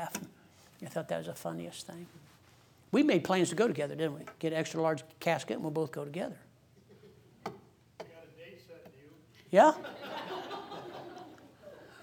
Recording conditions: large echoing room